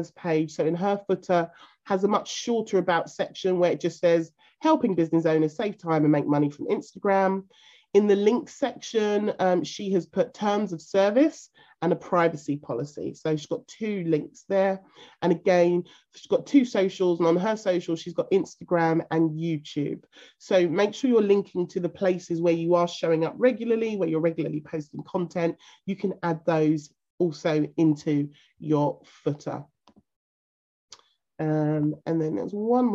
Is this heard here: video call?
yes